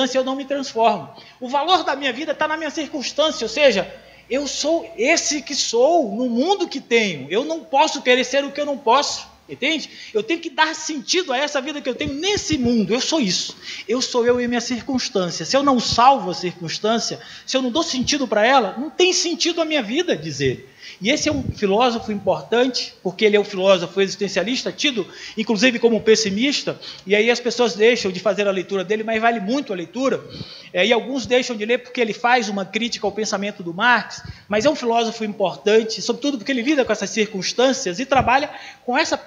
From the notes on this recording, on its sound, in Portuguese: Gravado no evento "Semana de Psicologia Ugv - Por uma psicologia para além da caixinha".